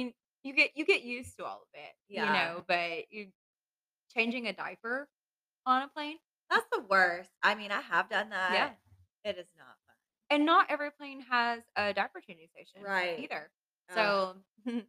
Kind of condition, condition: fault, poor microphone